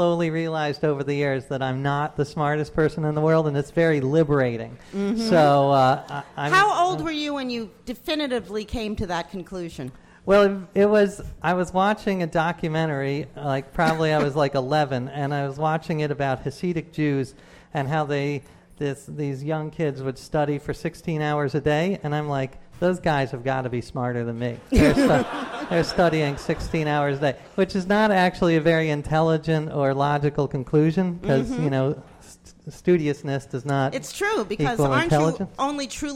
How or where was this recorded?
live audience